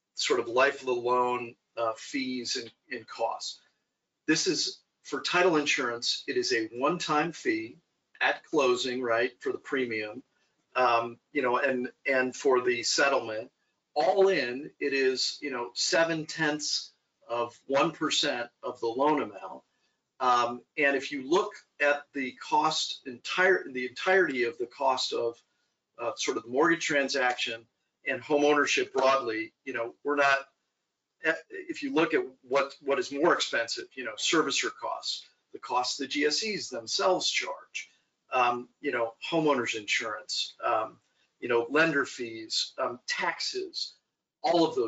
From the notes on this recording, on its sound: we share our webinar